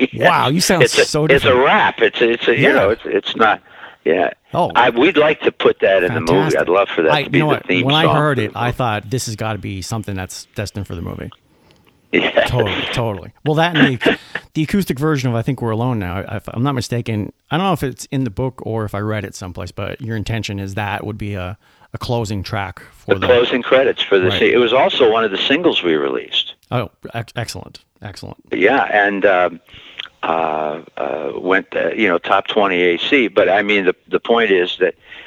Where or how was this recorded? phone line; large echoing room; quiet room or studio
phone line